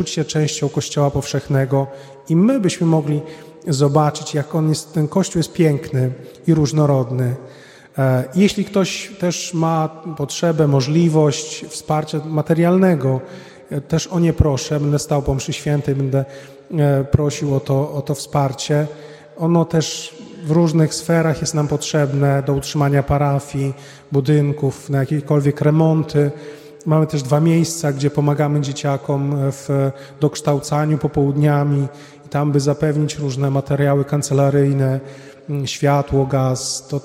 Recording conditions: large echoing room